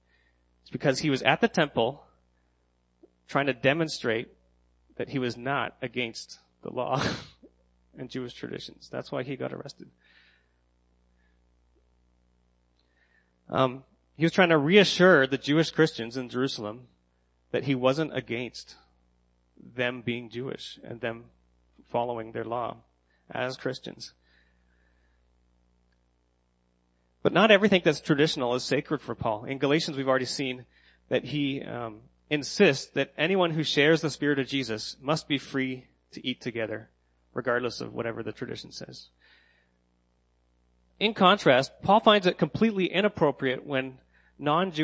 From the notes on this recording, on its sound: sermon that I gave at Next Church in Kingston